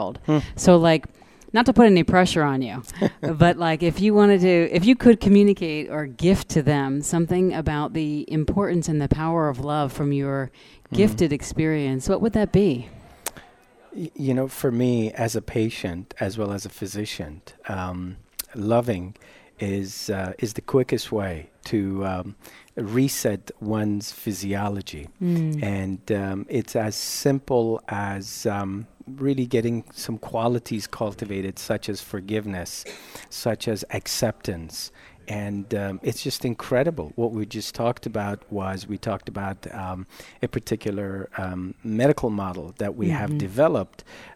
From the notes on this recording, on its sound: Broadcast day 2 Live form the Largest Women's conference in the USA! We will be live for 2 days bringing you all the event action, keynote speakers and VoiceAmerica hosts.